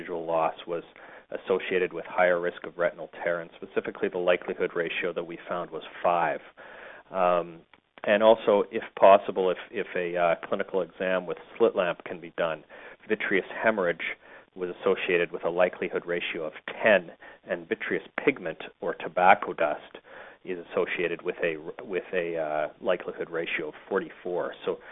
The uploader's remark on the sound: Author in the Room®Teleconference